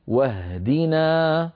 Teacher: انتقلنا من الواو إلى الهاء مباشرة